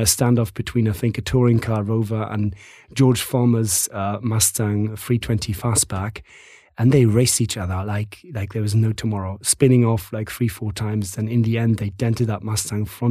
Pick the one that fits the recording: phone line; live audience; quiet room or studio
quiet room or studio